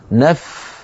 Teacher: فنعطي الفاء حقها من الرخاوة يعني جريان الصوت، وحقها من الهمس يعني جريان النفس. الرخاوة والهمس، جريان الصوت وجريان النفس، عندئذ تظهر الفاء للسمع.